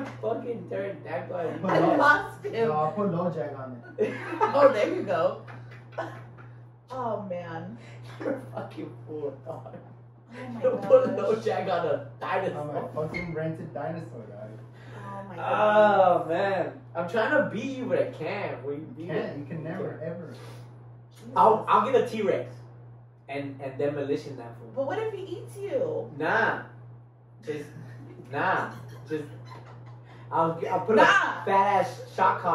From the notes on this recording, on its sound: WOULD LIKE TO APOLOGIZE FOR THE SOUND QUALITY, yea it sucks.